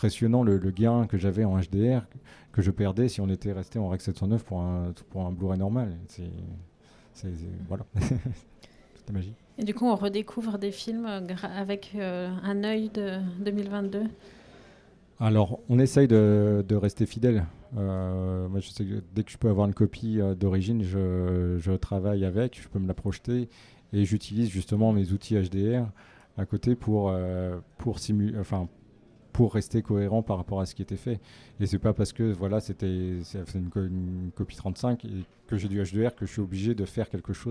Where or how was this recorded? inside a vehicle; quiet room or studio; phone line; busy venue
busy venue